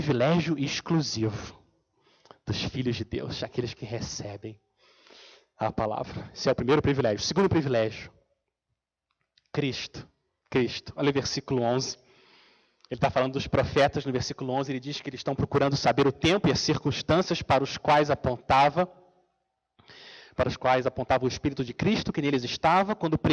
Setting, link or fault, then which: setting, large echoing room